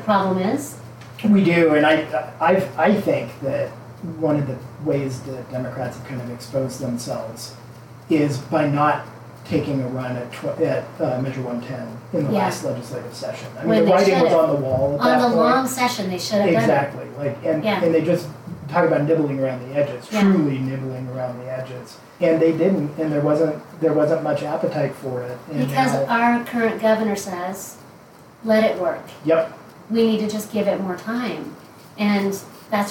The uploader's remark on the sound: I want to apologize for the poor audio quality of this podcast. It was recorded in my office with good equipment, but there must be some kind of operator (me) error occurring.